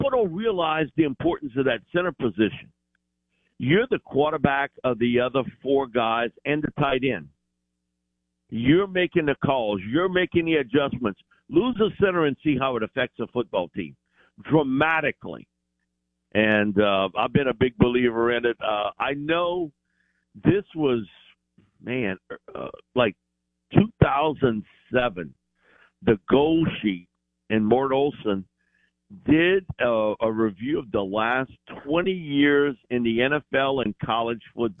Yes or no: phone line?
yes